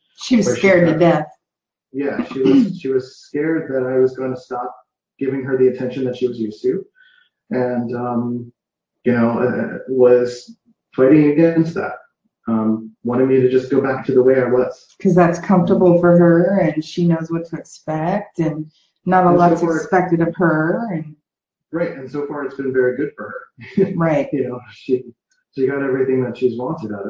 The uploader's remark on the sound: on a Facebook Live in her group Passion + Action